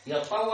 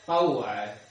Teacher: جعلوا الطاء مفتوحة مو مشددة · Shown in: second take